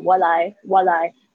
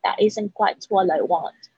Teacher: 中间元音母音中间的时候，可能会就是造成一个浊化的现象